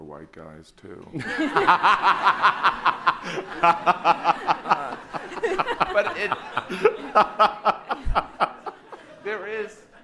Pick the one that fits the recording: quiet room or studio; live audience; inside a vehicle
live audience